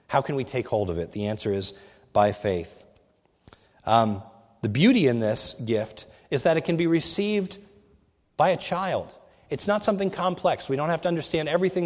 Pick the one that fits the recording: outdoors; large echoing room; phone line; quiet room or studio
large echoing room